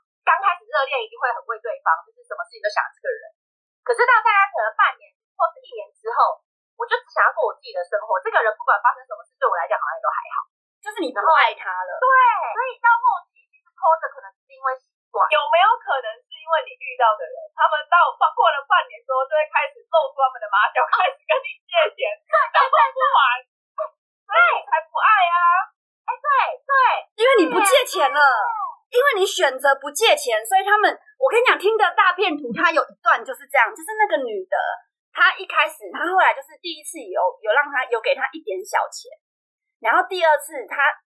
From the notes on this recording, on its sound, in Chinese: 本集第一次遠端錄音音質集差